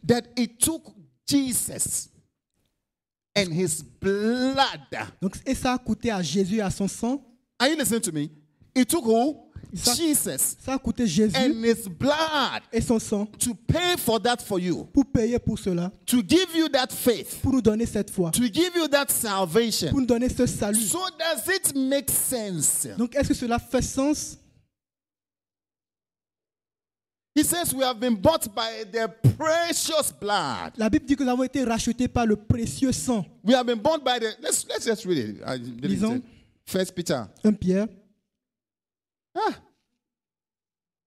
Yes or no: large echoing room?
yes